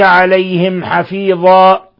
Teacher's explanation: قوله تعالى: عليهم حفيظا، ميم ساكنة جاء بعدها الحاء، الحكم التجويدي إظهار شفوي لأن الحاء من حروف الإظهار الشفوي. حفيظا حال الوقف على تنوين الفتح، نقف بالألف، ومقدار المد حركتين فقط، وهذا المد يسمى عند القراء مد عوض، وهذا فقط لتنوين الفتح حيث يبدأ الألف.